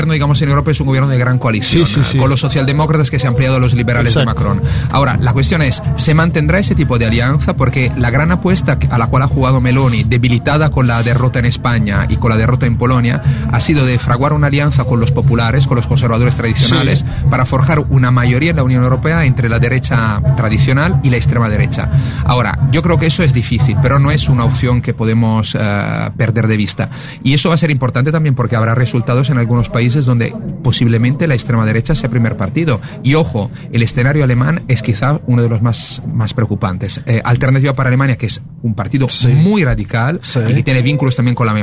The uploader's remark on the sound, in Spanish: Programa completo de Un Mundo de Sensaciones desde el festival IMPARABLE